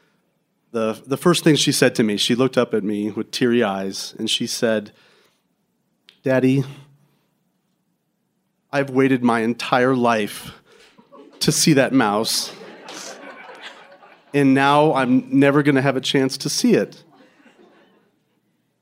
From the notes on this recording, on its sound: Recorded January 2023 at Louisville Underground.